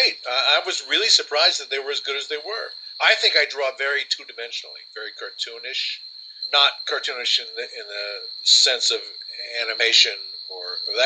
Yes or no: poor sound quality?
yes